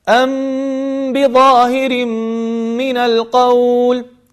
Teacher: ألصقنا الشفتين، أطبقنا الشفتين على حرف الميم وأخرجنا الغنة بمقدار حركتين، ثم ضغطنا على الشفتين ضغطة زائدة بسيطة حتى نخرج حرف الباء · Term: الإخفاء الشفوي